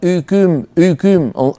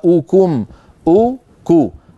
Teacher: واو ضمة ليس معها ارتفاع لوسط اللسان · Shown in: second take · Term: الضمة